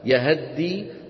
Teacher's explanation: والذين فتحوا الهاء منهم من ينطقها بحركة كاملة يهدي، ومنهم من يختلس تلك الفتحة وهو قالون وأبو عمرو كما نرى على اللوحة.